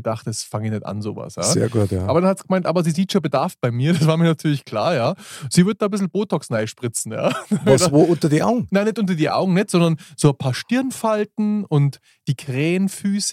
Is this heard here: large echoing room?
no